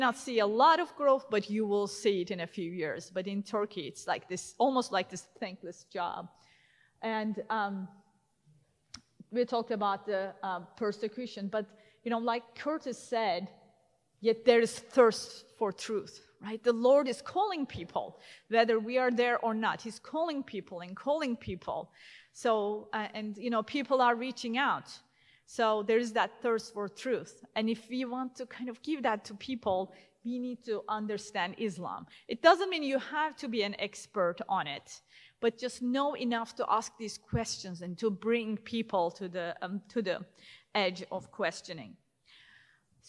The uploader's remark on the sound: At the 2022 Defending the Faith Steubenville Conference.